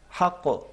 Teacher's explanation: یہاں پہ قاف کا قلقلہ ہے لیکن تشدید حذف ہو گئی ہے